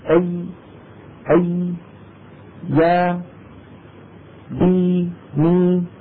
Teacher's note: صحيح بأن الحبال الصوتية ترتجف في الحنجرة، إلا أن مخرج الياء وهو وسط اللسان كما ذكر ذلك ابن الجزري رحمه الله بقوله والوسط سجيم الشين ياء. فالياء تخرج من وسط اللسان ويصاحب ذلك انخفاض للفك السفلي